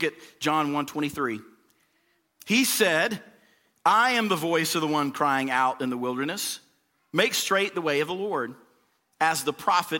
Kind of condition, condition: setting, large echoing room